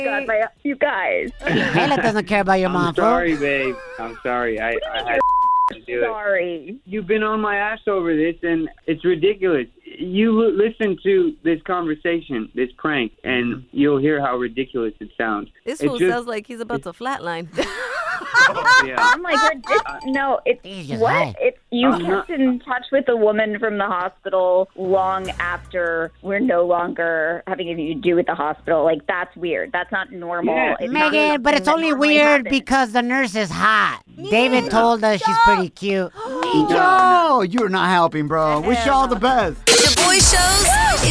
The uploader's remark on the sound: We opened up the phone lines and asked our listeners the wildest thing their friends convinced them to do!